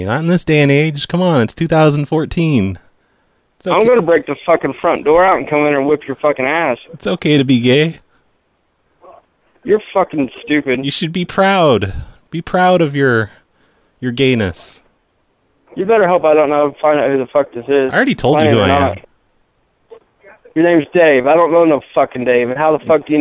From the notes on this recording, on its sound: …'s Personal Prank Phone Calls Collection.